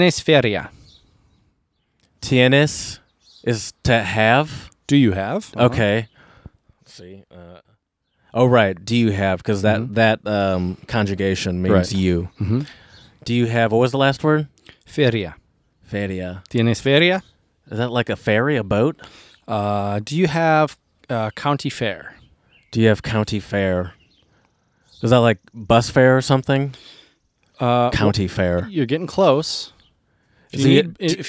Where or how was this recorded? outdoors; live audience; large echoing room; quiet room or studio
outdoors